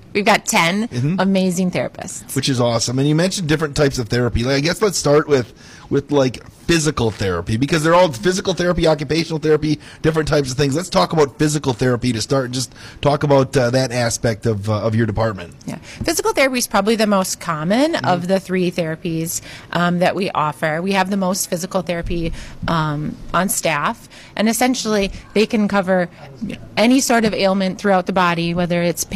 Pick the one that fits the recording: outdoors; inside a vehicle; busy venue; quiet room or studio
busy venue